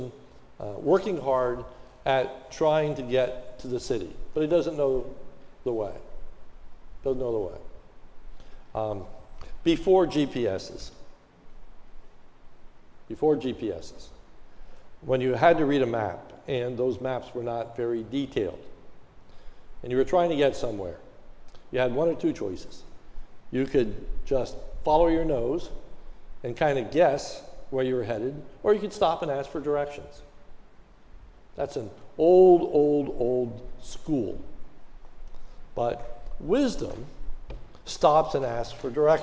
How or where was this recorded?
large echoing room